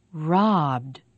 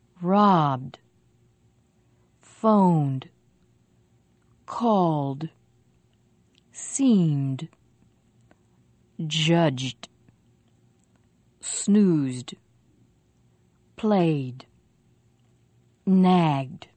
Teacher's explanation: when we add the ed ending, we say the ending with voice also, so it sounds like d. Listen. Robbed.